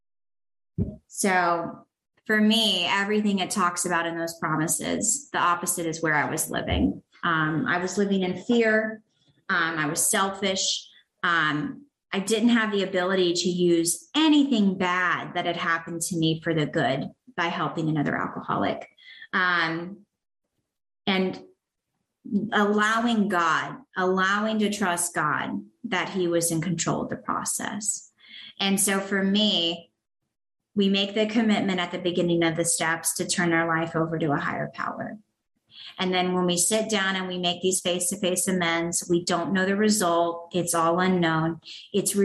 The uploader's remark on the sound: sharing at the My Favorite Steps zoom meeting